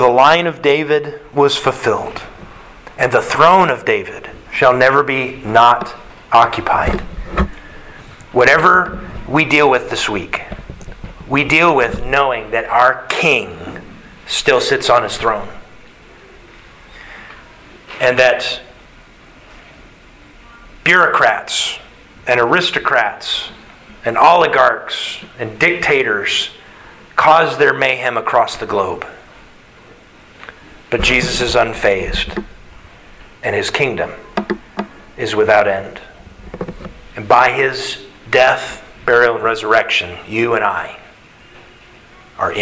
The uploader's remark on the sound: Sermon Delivered March 27th, 2022